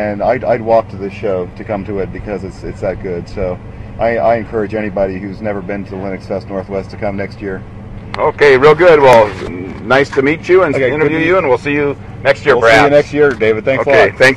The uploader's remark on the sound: interviews that were recorded at the Linux Fest Northwest